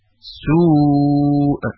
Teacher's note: اگر همزه در آخر کلمه باشد، هنگام وقف چون همزه ساکن نیز می شود، مد متصل حتما باید به طول یعنی 6 حرکت ادا شود